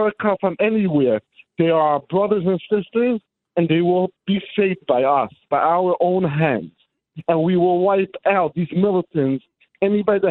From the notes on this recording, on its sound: calls in live from the border of Israel and Gaza